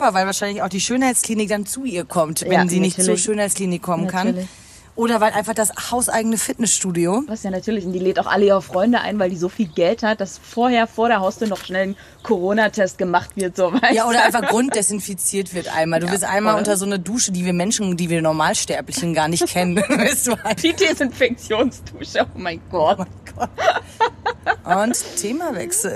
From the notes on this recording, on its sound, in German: Social Distancing treibt uns raus, raus in die Industrieanlage eines Berliner Bahnhofs, rein in eine spontane Aufnahme unter freiem Himmel.